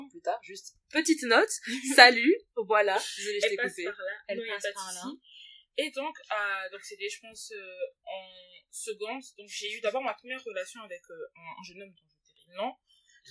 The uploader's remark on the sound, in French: Je m’excuse par avance du son hihi, j’ai enregistré cet épisode cet été ( et je ne l’ai monté que cette semaine shame on me) et la qualité de mon matériel n’était pas terrible terrible hihi.